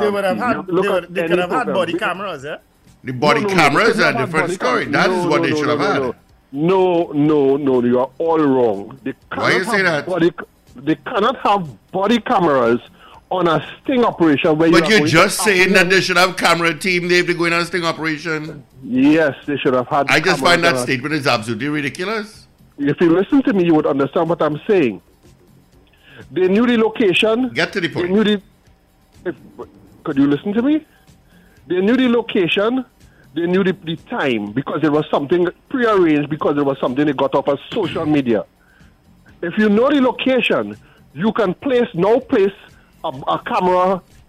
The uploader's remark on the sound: During this hour we take calls from our audience